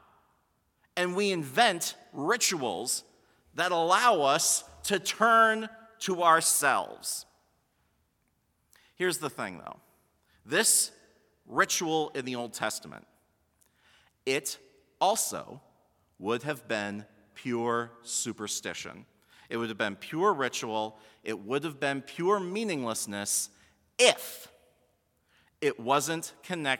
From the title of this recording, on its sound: Sermon from BLC Chapel - February 25, 2020